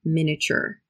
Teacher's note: It's spelled with an I in the middle, miniature, but we don't pronounce that I. We just say miniature.